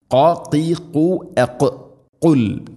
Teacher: ഖുൽ തൊണ്ടയുടെ മുഗൾ ഭാഗവും കഴിഞ്ഞുള്ള ഭാഗം ചെറുനാക്ക് · Term: ഖാഫ്